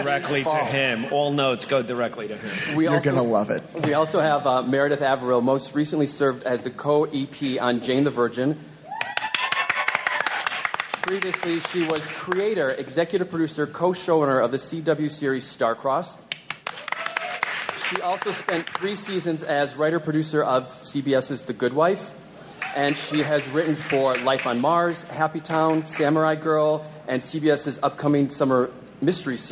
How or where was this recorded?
live audience